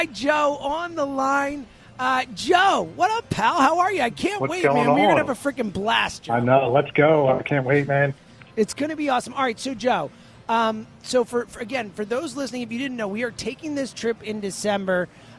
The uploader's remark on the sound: Live at Parx Casino.